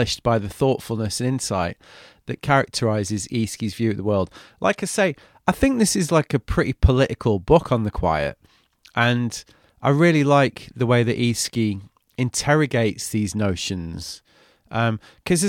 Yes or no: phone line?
no